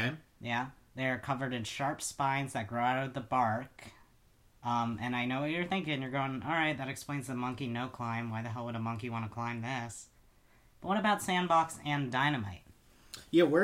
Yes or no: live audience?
no